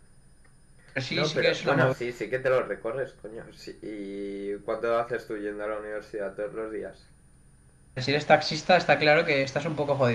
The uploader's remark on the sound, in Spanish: En este episodio sufrimos problemas de audio